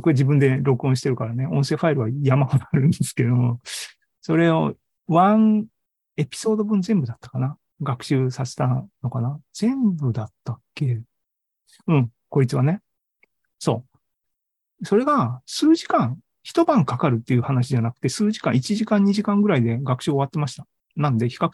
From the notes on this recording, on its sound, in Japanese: ZOOMライブの模様です。